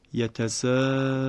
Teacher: اینجا به میزان کشش توسط این مد متصل رو میکشیم